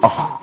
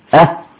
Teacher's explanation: هتلاقي الأع بينهم هما الاتنين، لكن أخ فوق شوية أه تحت شوية · Term: مخرج الحلق